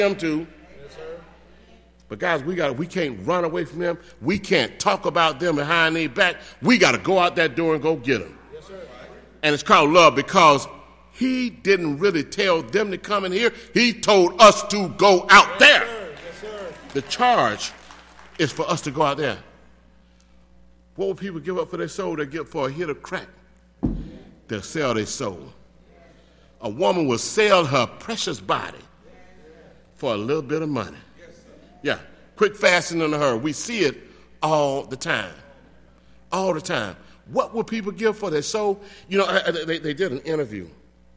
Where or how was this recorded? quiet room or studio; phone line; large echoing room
large echoing room